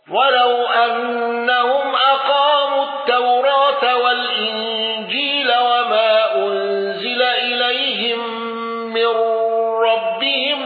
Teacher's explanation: قالون بسكون ميم الجمع وقصر المنفصل وفتح التوراة